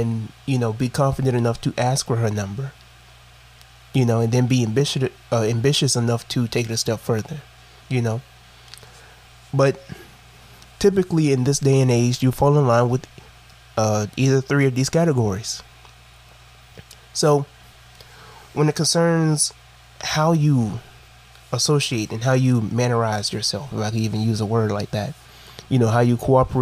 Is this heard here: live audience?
no